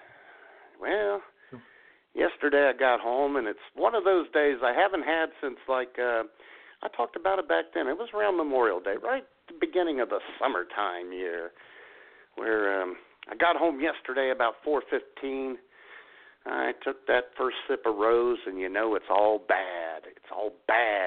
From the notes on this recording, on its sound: Your phone calls. IWS Radio presents: October Surprise 2016!!